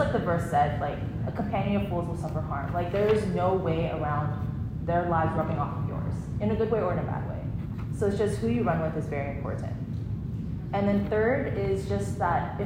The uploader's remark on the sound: Women's Event 2024 • Workshop: Heart Friendships. Recorded at Union Church.